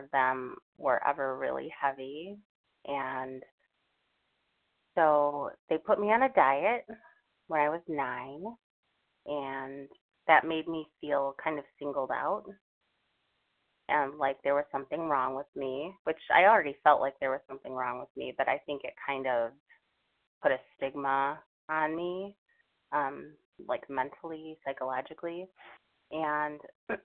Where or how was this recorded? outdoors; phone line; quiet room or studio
phone line